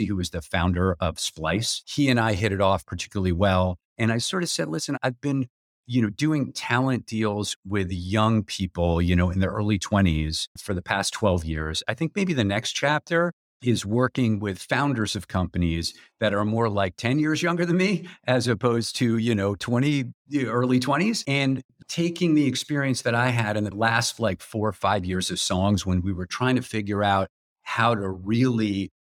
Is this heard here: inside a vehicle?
no